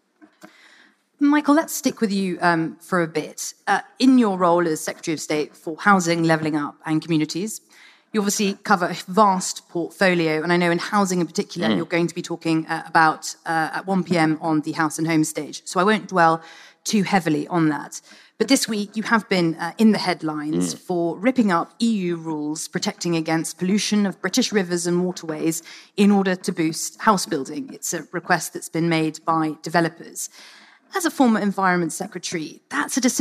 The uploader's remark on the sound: Political Fix special: Live at the FT Weekend Festival.